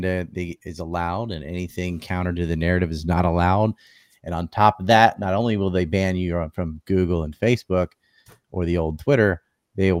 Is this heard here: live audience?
no